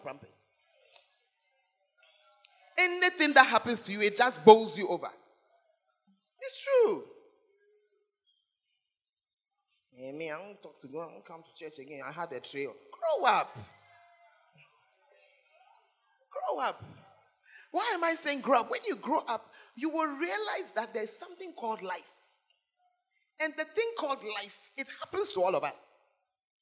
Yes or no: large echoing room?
yes